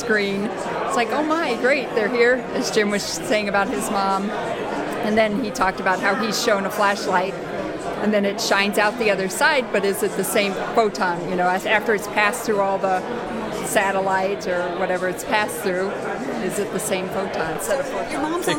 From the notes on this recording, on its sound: we interview various participants during the recent Science Online conference in London